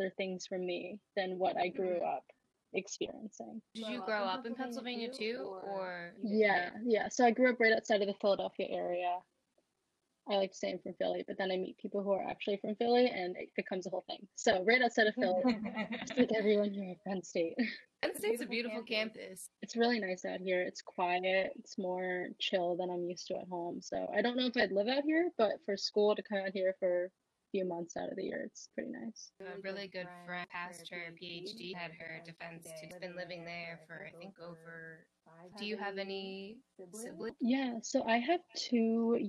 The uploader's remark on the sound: The begining of this episode there's is a delay/ echo on my part but it gets better. Here's to new equipment right?